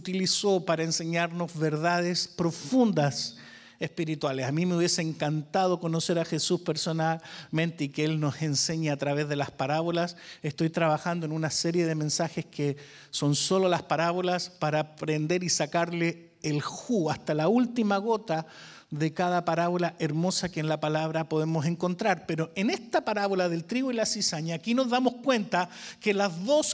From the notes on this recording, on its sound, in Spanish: Grabado EN VIVO - En iglesia VMF en la ciudad de Arlington, Texas.